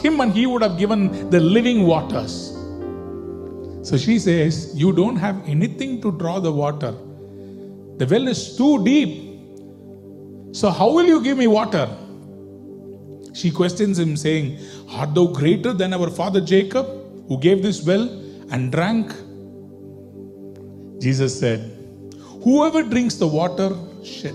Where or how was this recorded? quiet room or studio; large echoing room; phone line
large echoing room